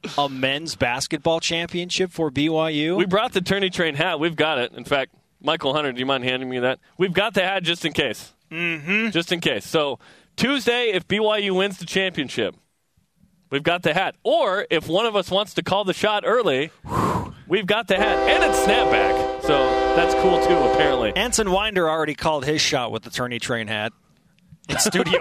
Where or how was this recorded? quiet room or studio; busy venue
busy venue